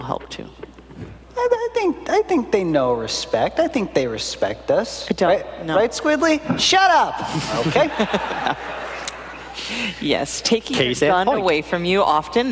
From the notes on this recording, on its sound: live from PAX Unplugged 2018